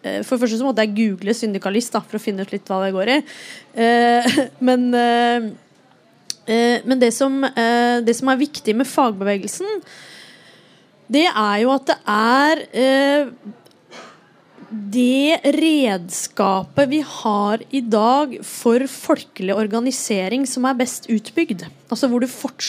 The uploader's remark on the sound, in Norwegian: Innspilt live i biblioteket på Tøyengata Bodega.